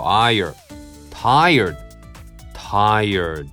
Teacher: これ何気に三重母音っていうやつですね。あ、イヤーっていうことだね。アイヤー。うん、まあ I っていうのはそんな難しくないからね、最後に下をグーッと引きましょう。